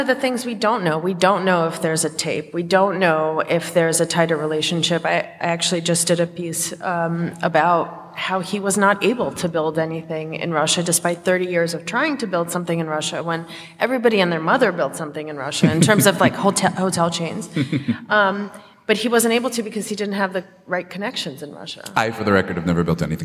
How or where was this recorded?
live audience